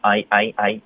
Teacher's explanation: 我们开头有一个 I，注意双元音，注意嘴巴的动作，注意下颚滑动